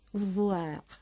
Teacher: no deben confundir con voir, con v, labiodental, y sin e final, que significa ver.